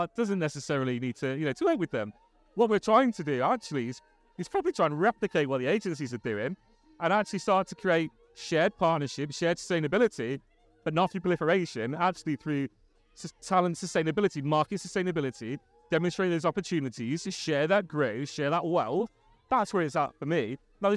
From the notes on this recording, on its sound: We are live from RecFest 2023! The bubbles are blowing and the 360 camera is spinning! We have set up the podcast station for the chance to grab some of the attendees to talk about why they are at the event.